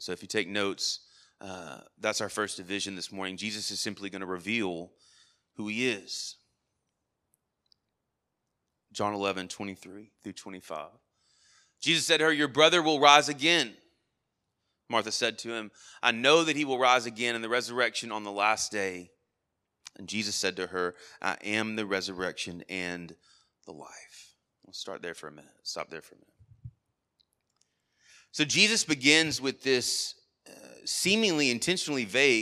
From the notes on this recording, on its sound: Sermon Audio from our Worship service